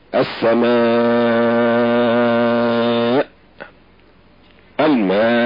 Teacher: وما دام قد زاد سببه تزيد مرتبته، فيمد ست حركات، فان كان منصوبا كالسماء والماء ووقفنا عليه فيكون فيه ست حركات بالسكون الخالص